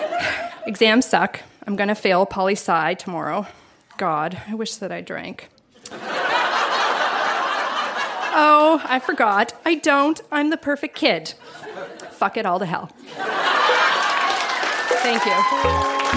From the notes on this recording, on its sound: Recorded live at The Caveau in Moncton.